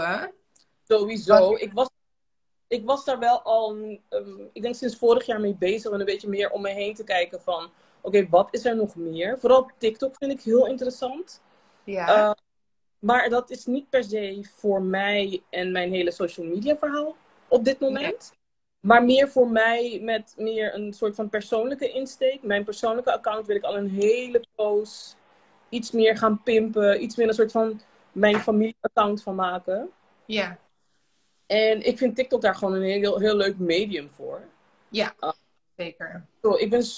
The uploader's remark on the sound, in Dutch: Dit is een audio van de live die ik deed op Instagram.